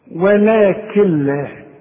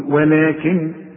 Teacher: كل نون بعدها لام ما تنطقهاش عند الوصل، اشبك الكاف مع اللام · Shown in: first take · Term: ادغام كامل بدون غنة